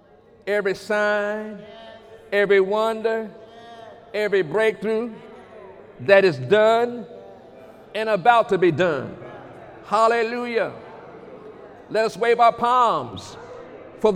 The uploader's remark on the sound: During Sunday morning service on April 14, 2019